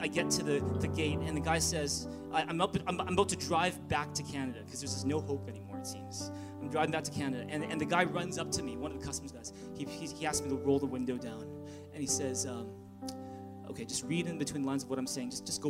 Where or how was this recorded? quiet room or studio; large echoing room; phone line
large echoing room